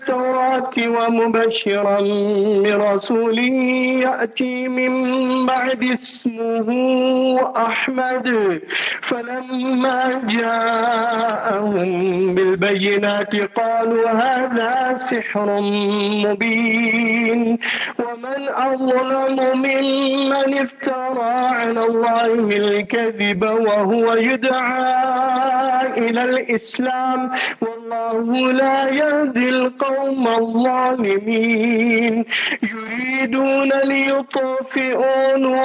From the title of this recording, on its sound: Jumah Lecture at Rainbow Masjid